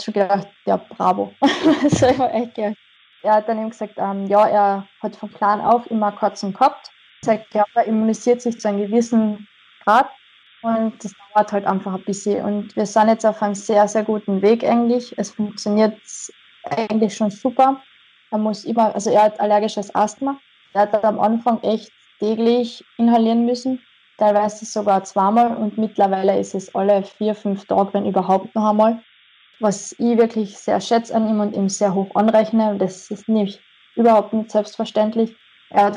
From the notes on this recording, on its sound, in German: ein Telefoninterview